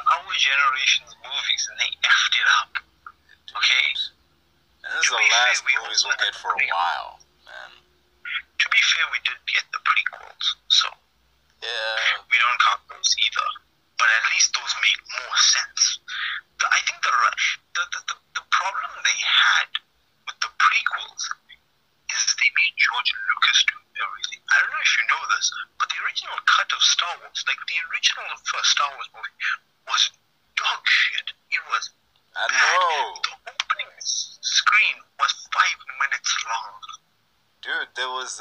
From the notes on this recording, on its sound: Have a discussion over the phone due to us not being able to meet in person because of the ongoing global bastard so excuse the inconsistent audio.